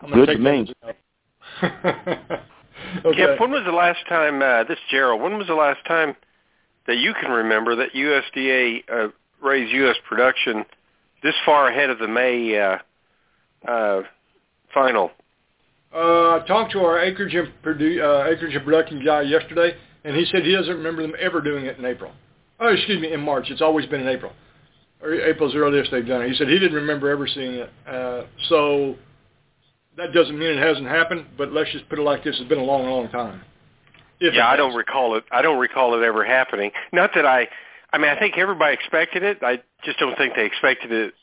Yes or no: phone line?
yes